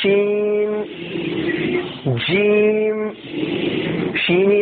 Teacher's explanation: جیم اور شین کا مخرج کیا ہے، زبان کا بیچ اور اس کے مقابل اوپر کا تالو